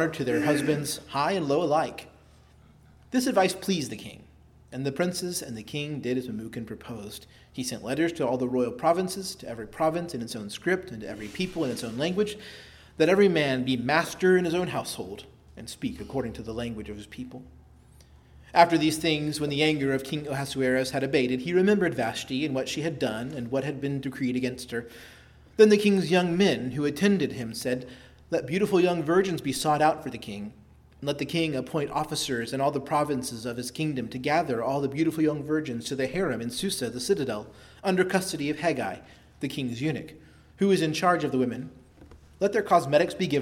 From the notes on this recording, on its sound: preached at Christ Our Savior Baptist Church on Sunday, October 8, 2023